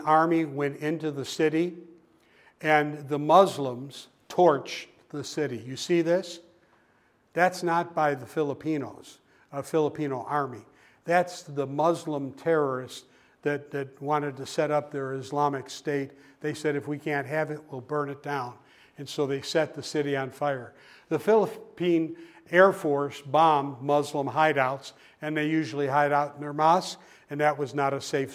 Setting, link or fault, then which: setting, large echoing room